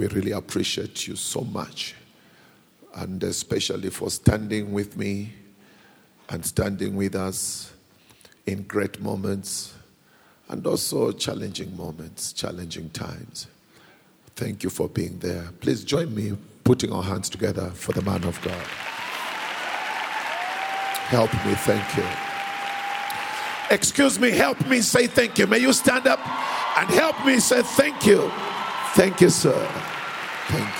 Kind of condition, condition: setting, large echoing room